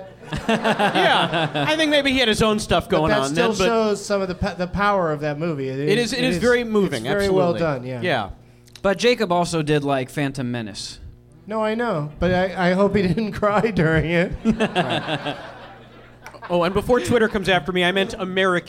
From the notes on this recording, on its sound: Live from the American Comedy Company in Sweet Home San Diego. An audience member.